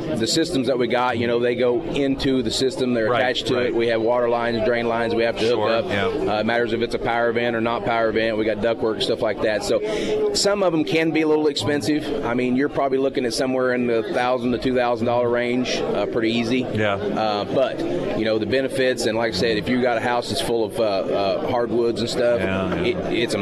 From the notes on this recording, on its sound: live at Scramblers Diner for the Friday Road Show